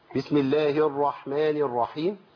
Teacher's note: لازم الراء تبان صوتها والا تبدل بواو مفخمه